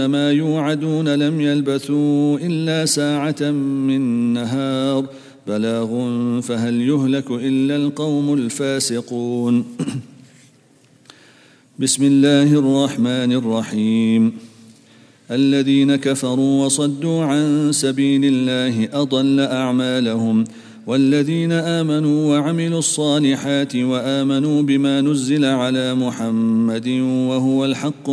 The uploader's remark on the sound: at the Houghton Masjid (West Street)